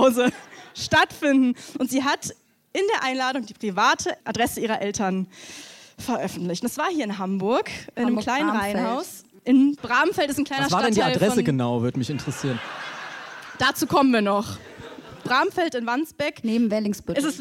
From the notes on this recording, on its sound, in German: live auf der kuschlig-plüschigen Bühne beim Reeperbahn-Festival in Hamburg